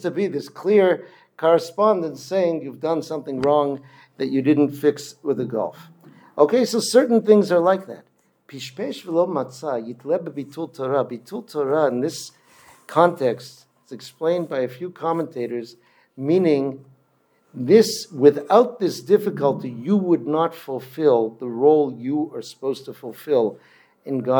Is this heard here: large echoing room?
yes